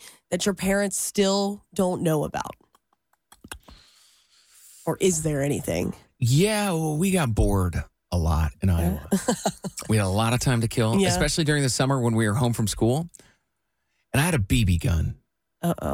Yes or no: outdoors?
no